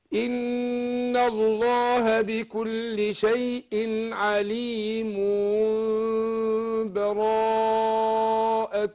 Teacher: الإقلاب هنا مخفاة مع الغنة